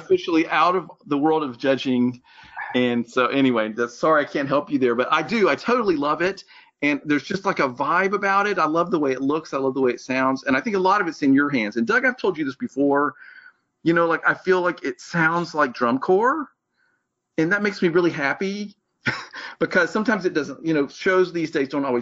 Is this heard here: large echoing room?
no